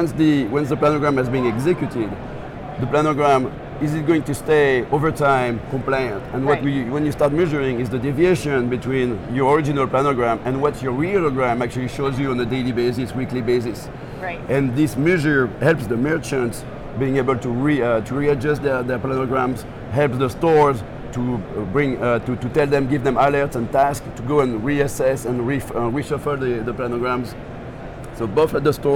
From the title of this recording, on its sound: Live From NRF 2024